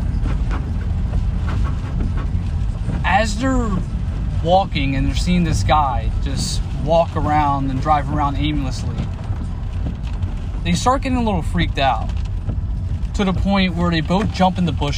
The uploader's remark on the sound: During today’s episode I was in a nor’easter driving on my way home and it was scary! If I sound like a robot and I’m stuttering that’s why.